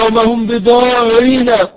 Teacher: فلا تفخم الراء الأولى الساكنة، وإنما ترقق تبعا للثانية